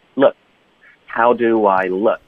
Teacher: Look 的科呢，我们就省略。然后注意 look 只是一个恶的音，不要动嘴唇，不要撅嘴，放松张嘴。乐，快乐的乐。Look.